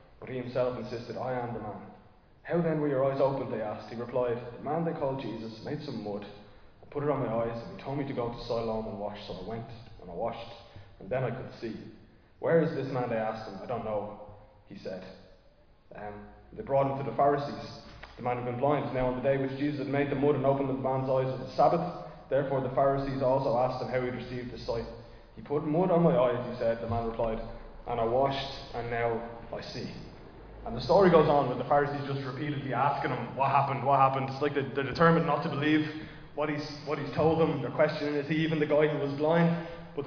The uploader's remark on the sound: Recorded live in Liberty Church